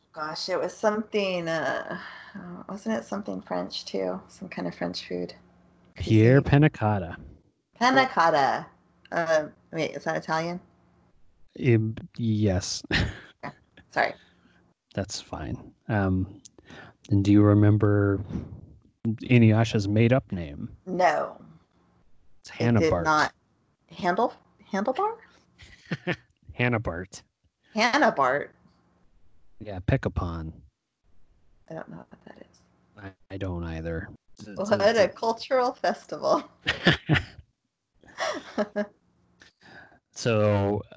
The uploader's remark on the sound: decides to make the podcast even harder to listen to by trying out a new microphone.